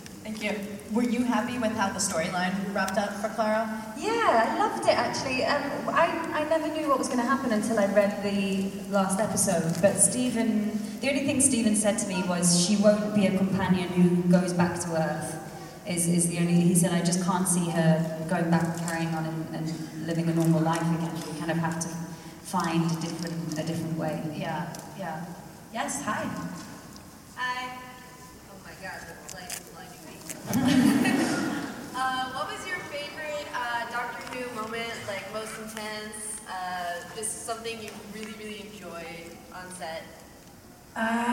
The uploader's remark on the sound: We are live from Planet Comicon 2016 in Kansas City! Had a fantastic Q and A panel and we have the audio for you.